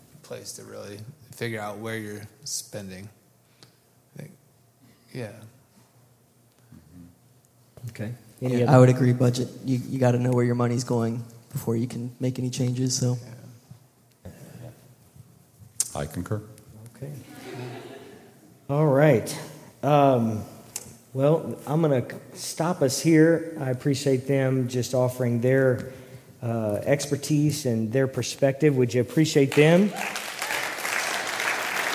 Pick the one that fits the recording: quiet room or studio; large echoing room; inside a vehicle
large echoing room